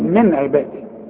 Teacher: نون ساكنة وبعدها عين والعين من حروف الابهار، اذا مش هغن النون